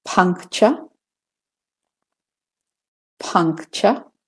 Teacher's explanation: you slightly make the k before the t in puncture. It's a very quick k. It's not released or aspirated.